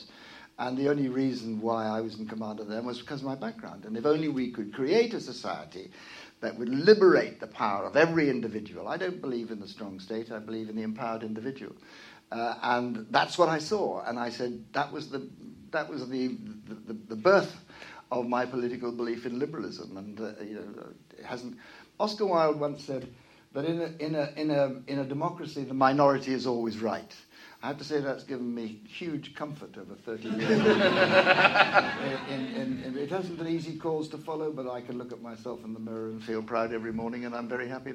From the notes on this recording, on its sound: joined on stage this month